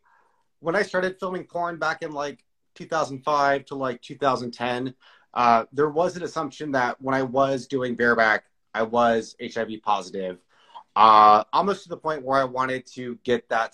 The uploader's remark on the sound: Recorded on 4 May 2022 on Instagram Live